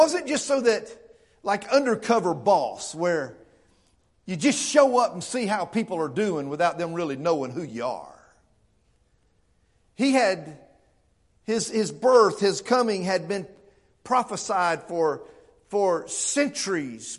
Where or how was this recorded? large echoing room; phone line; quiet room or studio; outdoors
large echoing room